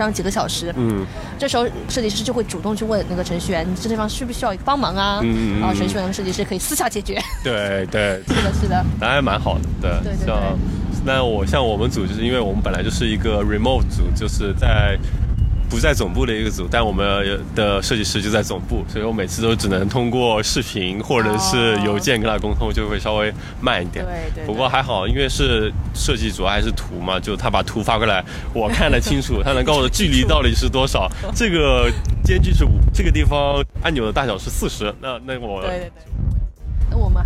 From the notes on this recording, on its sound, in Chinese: 户外录音，稍有杂音